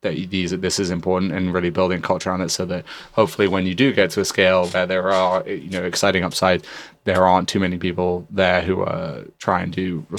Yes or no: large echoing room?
no